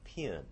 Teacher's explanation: it gets tighter, closer to E. It doesn't want to be E, so it becomes a diphthong, pin. Yeah.